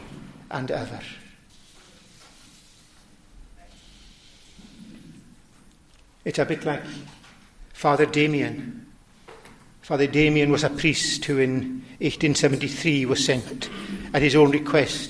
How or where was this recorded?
large echoing room